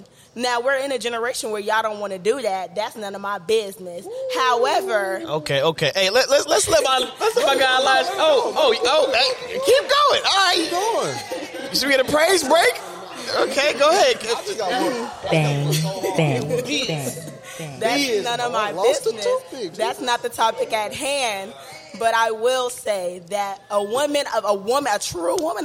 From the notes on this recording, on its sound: in the midst of the live studio audience